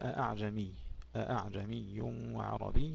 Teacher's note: حمزة والكسائي وشعبة يحققون الهمزة الثانية